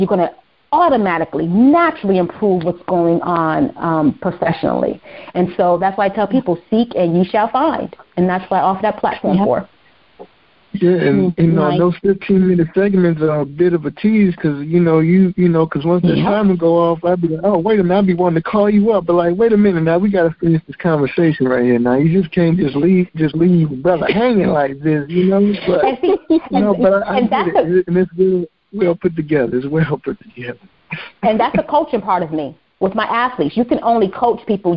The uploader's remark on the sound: On the phone with special guest